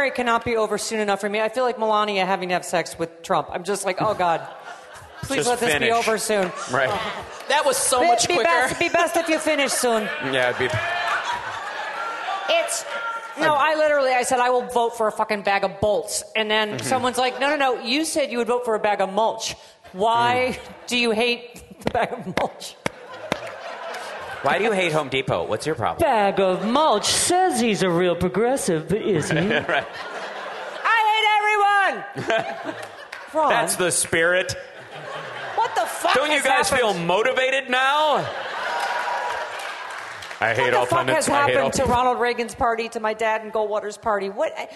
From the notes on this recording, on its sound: Live from the Seattle Sexy Liberal show.